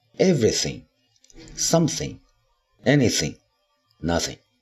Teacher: 这些不定代词呢，有一个共同点，就是重音都在第一个音节上。注意，我们发 thing 这个词词的时候呢，啊，舌尖要在上下牙齿中间，也就是说，我